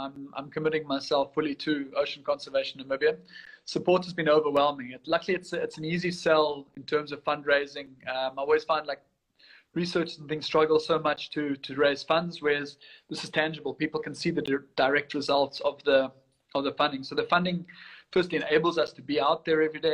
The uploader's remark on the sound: via Instagram Live